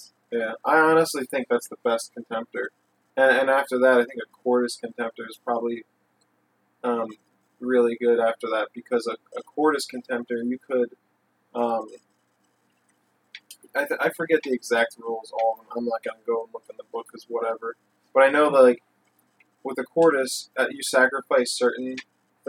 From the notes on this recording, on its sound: The audio quality isn't as good in this episode due to using a single mic on site after playing multiple games.